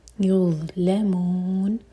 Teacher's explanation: ہماری زبان اوپر والے دانتوں کو ٹچ کرنی چاہیے. تھوڑی سی ٹپ باہر ہوگی اور منہ بھر کر پڑھا جائے گا. یظلمون منہ چار ہرکا لمبا ہوگا نون کو ساکن کر کے رک رہے ہیں.